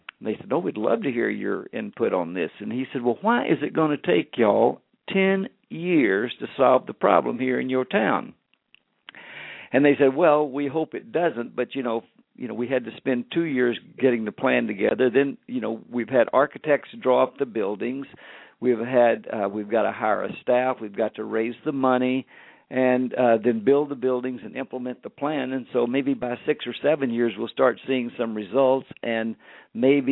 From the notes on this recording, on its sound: LML uses a progressive live call in format.